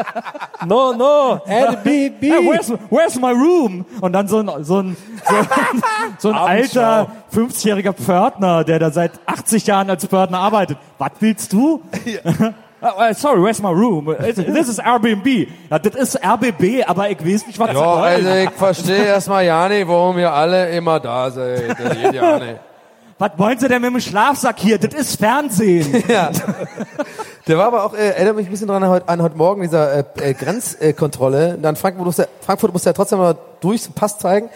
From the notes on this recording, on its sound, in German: 2018 zu Gast beim Mit Vergnügen Podcast Festival in Berlin.